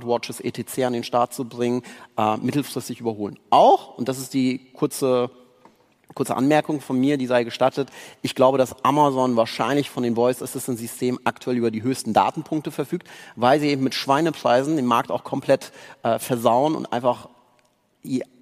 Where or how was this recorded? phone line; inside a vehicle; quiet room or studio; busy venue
busy venue